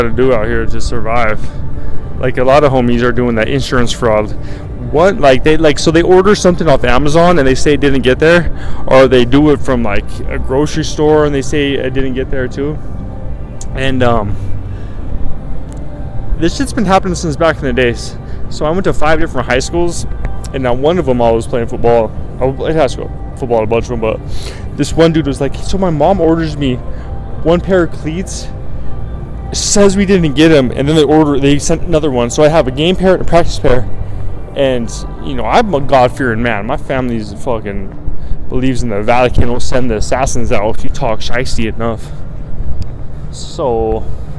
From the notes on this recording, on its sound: LIVE from RESORTS WORLD